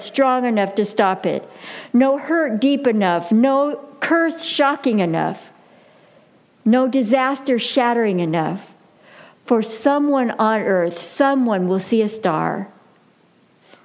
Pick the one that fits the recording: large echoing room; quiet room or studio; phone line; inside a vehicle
large echoing room